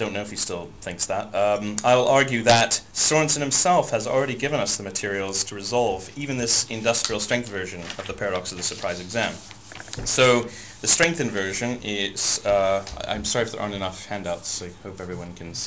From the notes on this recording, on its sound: Unfortunately, the audio recording levels were too high, so there is a lot of distortion.